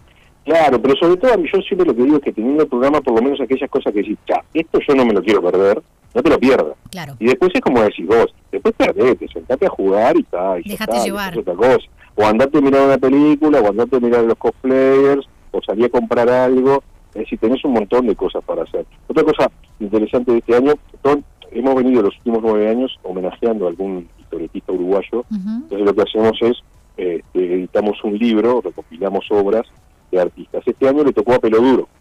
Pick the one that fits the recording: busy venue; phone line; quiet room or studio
phone line